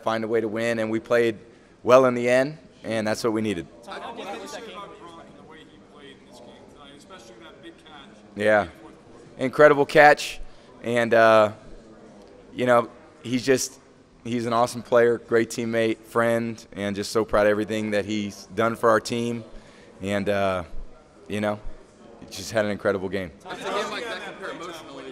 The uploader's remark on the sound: Super Bowl LIII Press Conference